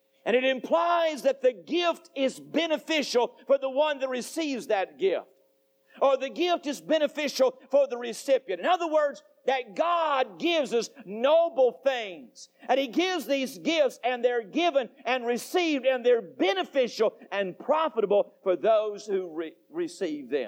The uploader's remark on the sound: Temple Baptist Church Archive Podcast. During the PM service on October 17, 2001.